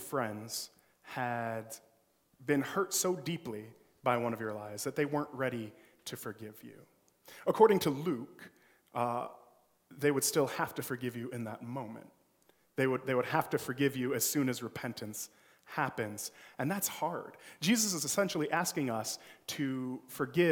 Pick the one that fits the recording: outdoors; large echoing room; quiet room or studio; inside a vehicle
large echoing room